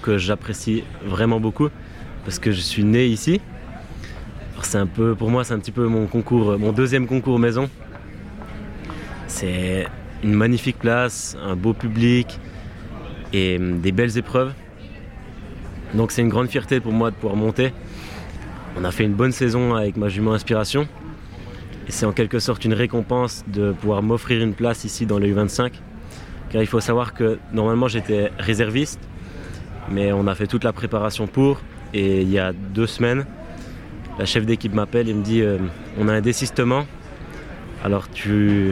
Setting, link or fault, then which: setting, busy venue